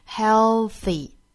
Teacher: 么我们看 healthy 这个词哈， healthy 这个单词其实啊从严格意义上来说并没有真正的顶住上齿龈，而是它呢想要去够这个上齿龈的半路被这个的发音给截住了，也就是半道给截住了，所以说这个 dark L 呢也并没有真正的去顶住上齿龈